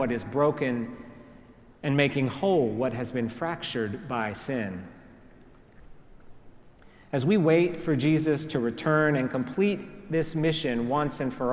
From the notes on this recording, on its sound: preached at our celebration of the Holy Eucharist on the Second Sunday after Pentecost